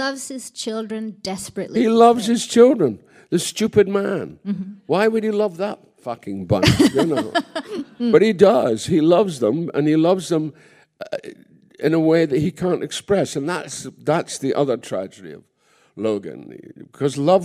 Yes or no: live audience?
yes